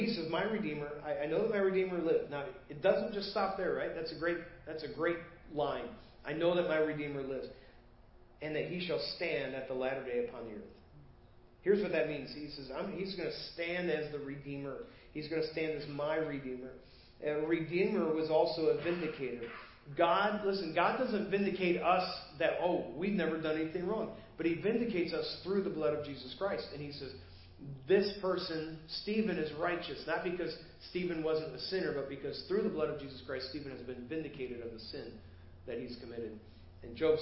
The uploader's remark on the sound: Preached at First Baptist Church of Hazel Park